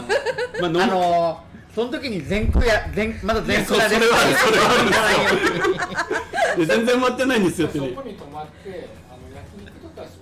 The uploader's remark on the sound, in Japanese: 九州・山口の大家さんが集まり公開収録！！